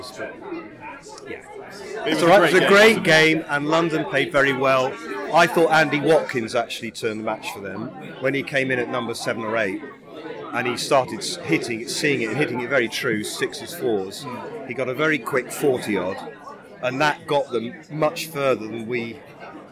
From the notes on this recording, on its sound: This week's episode comes live (ish) from the final of the Church Times Cricket Cup. We hear from the players, bishops, spectators, reporters, and others about this iconic C of E end-of-summer day out.